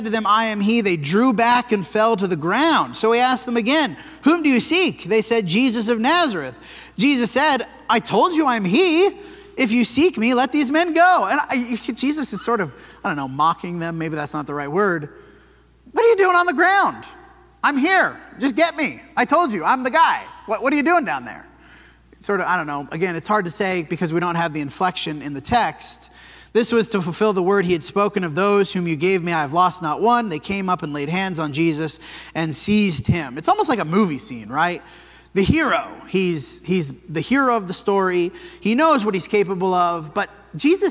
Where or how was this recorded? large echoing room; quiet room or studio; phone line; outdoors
large echoing room